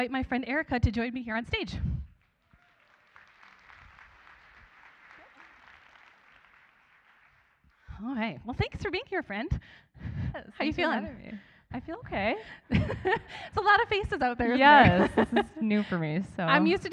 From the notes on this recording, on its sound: This was a special episode recorded live at the Women's Brunch at River of Life church in Elk River, MN.